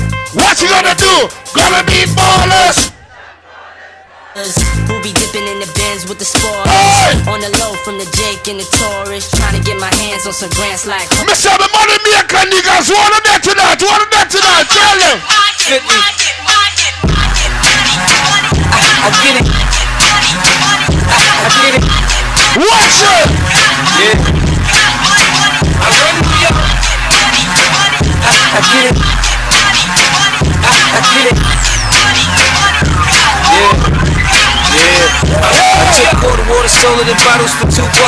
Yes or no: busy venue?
yes